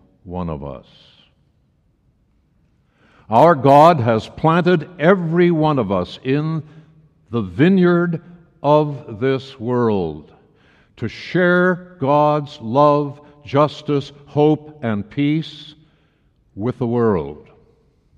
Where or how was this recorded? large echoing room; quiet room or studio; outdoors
large echoing room